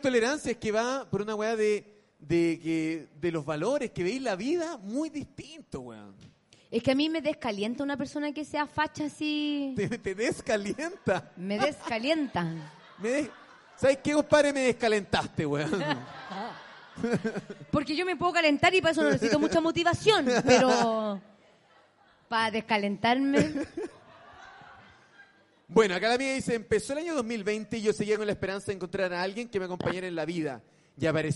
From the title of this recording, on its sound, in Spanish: En Vivo en el Comedy Restobar "El Ritual del Ajo"